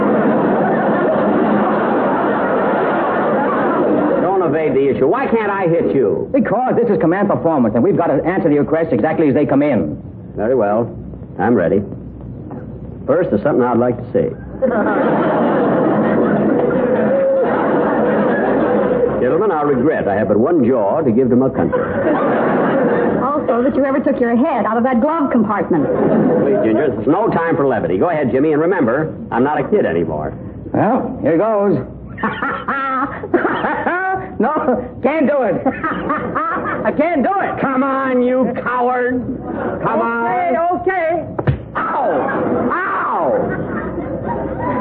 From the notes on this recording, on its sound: Audio isn’t so good.